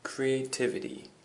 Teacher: And the emphasis is on the TIV.